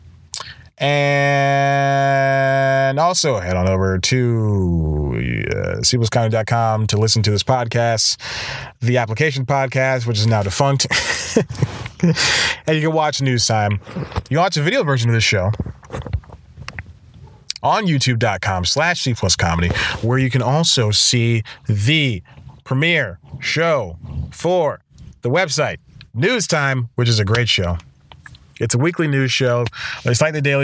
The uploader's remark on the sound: Back in the car for this week's episode. This time, he's parked outside of a coffee shop he just went to.